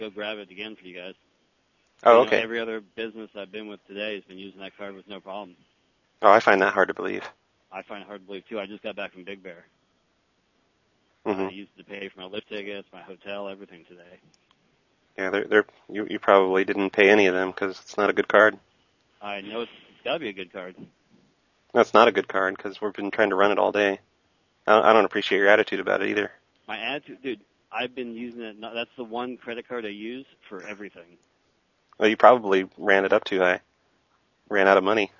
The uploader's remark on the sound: …'s Personal Prank Phone Calls Collection.